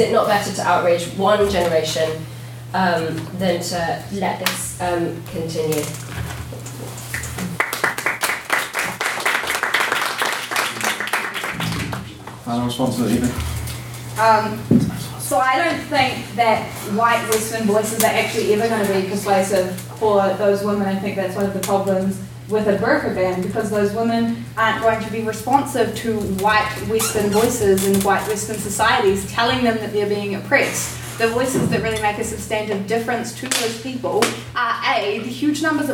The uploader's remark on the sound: The recording of the sixth ordinary meeting of the one hundred and sixty-eighth session of the Queen's University of Belfast Literary and Scientific Society. The House convened to discuss the motion.